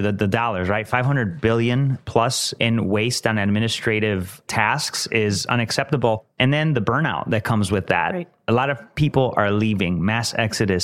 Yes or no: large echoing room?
no